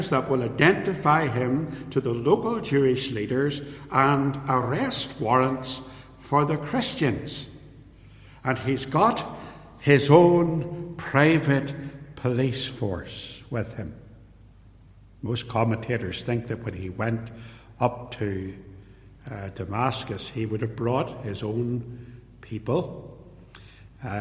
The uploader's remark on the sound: In this ancient sermon, preached at Templepatrick Reformed Church.